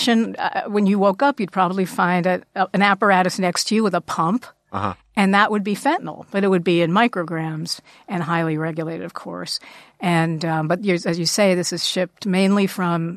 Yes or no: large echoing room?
no